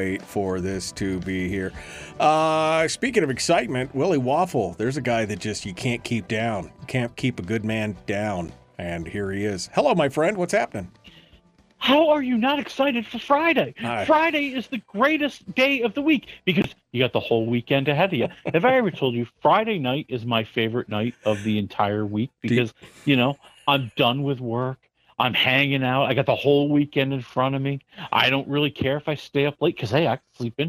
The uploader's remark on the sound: We'll also up all the phone lines